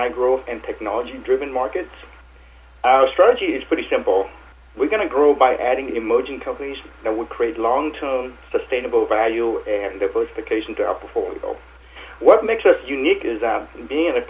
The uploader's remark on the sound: called in to SmallCapVoice